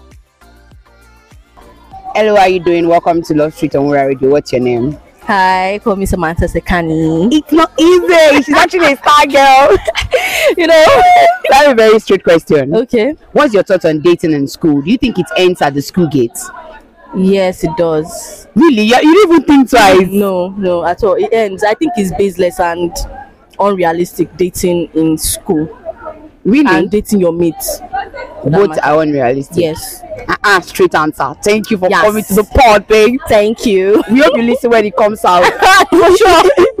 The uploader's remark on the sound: The Mic is on the street!